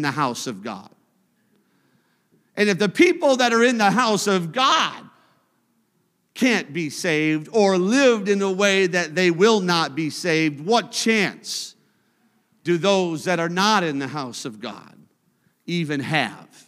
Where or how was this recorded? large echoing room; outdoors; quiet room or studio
large echoing room